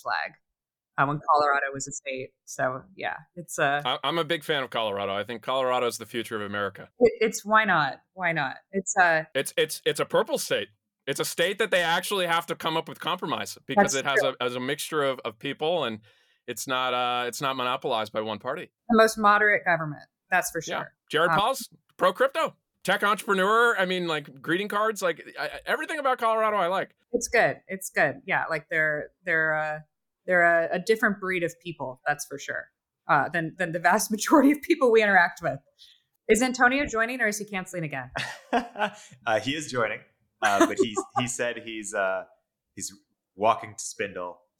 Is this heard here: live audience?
no